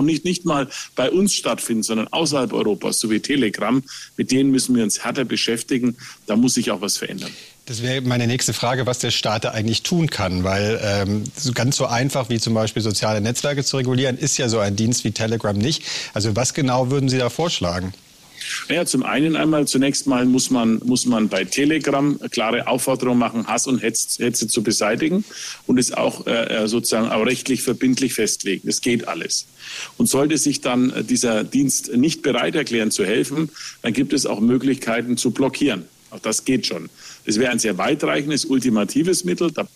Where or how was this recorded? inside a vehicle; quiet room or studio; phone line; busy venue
busy venue